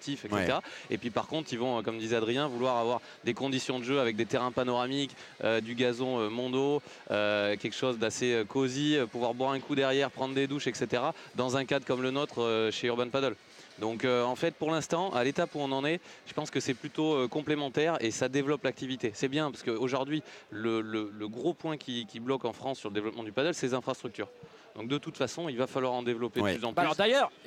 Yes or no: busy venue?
yes